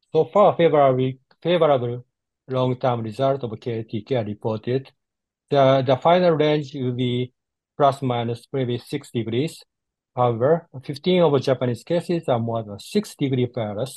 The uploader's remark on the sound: This is the AUDIO REPLAY of the recent ISAKOS/ESSKA Webinar